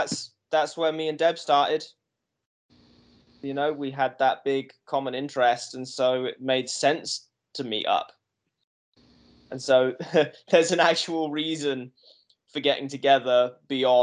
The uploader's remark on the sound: Skype calls on this channel.